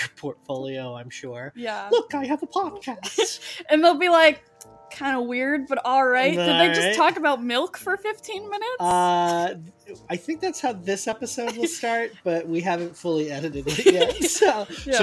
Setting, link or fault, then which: setting, inside a vehicle